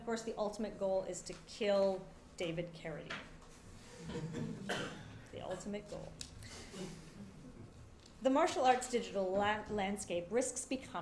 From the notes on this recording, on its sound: Keynote given at the July 2023 Martial Arts Studies Conference